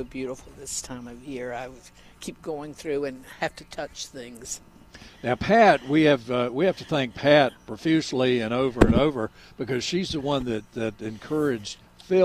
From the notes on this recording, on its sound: broadcasting live from Campbell Road Nursery.